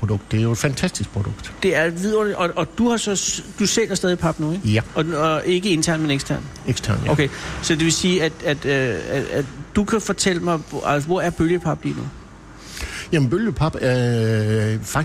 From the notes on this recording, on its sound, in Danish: Live fra bølgepapfabrikken. På papfabrikken DS Smith i Grenaa.